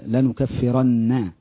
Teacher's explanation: النون حرف غنة مشدد بالفتح